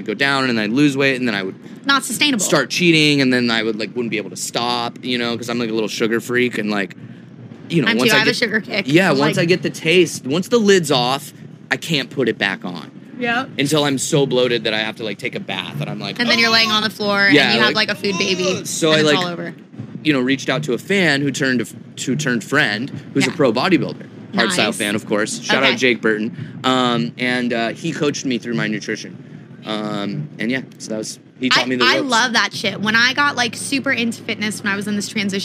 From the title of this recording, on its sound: Live from Forbidden Kingdom